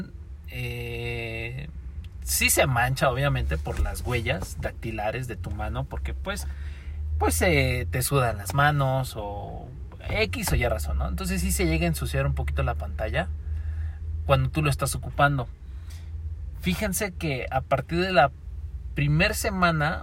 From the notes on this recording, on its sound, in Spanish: El formato de hoy fue grabado en un auto, no siempre las conversaciones buenas de dan en lugares tranquilos.